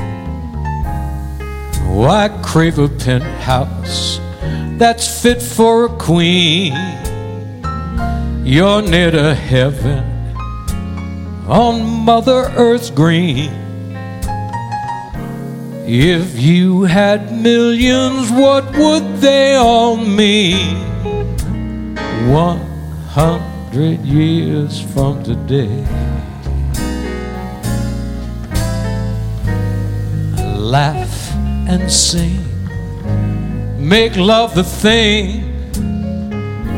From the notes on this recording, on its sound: Live at the South Point